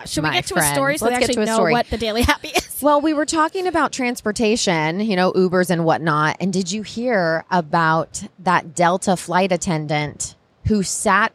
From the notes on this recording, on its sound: on location at Podfest Orlando